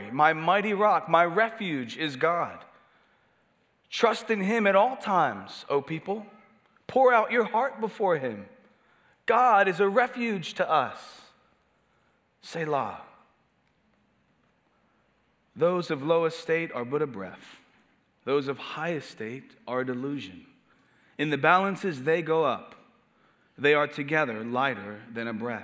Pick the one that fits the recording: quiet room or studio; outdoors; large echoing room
large echoing room